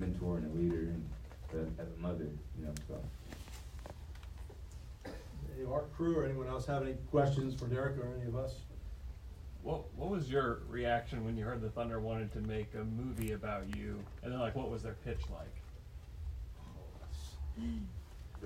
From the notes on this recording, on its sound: Live Q&A for the media screening